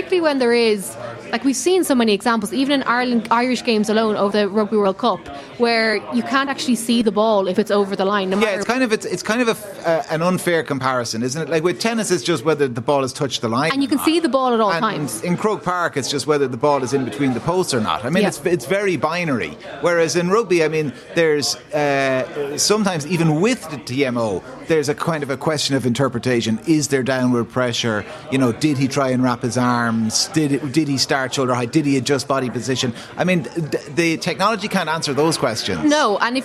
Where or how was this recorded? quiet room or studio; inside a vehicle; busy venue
busy venue